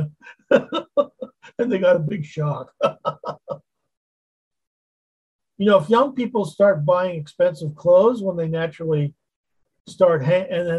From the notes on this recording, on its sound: Wednesday Zoom study